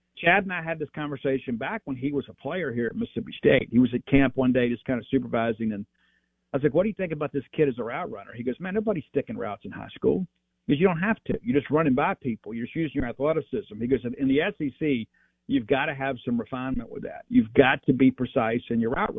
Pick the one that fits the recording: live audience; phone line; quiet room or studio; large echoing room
phone line